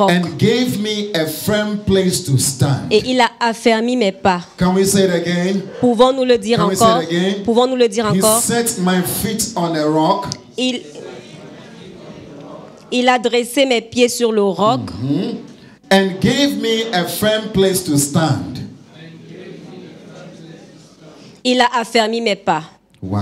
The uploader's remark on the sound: Preached during Joyful Hour Sunday Service